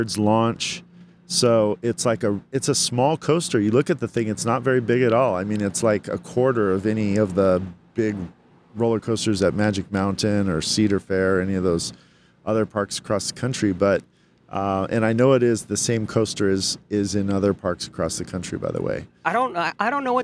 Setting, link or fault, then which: setting, busy venue